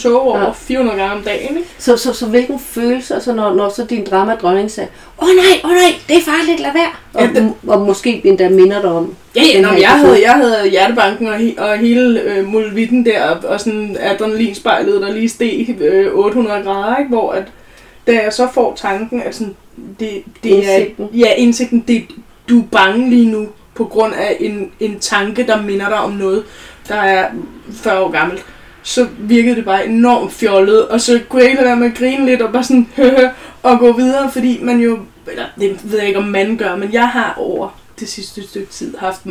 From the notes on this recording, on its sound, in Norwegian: Bær over med lydkvaliteten - jeg er psykolog, ikke lydtekniker (tydeligvis)